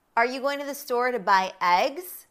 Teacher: The emphasis is on the grocery item, eggs.